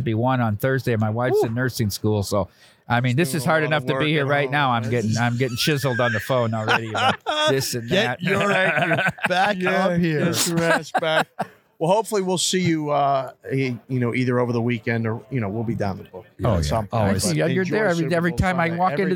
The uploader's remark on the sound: Super Bowl Radio Row. Live from Phoenix AZ for the Super Bowl.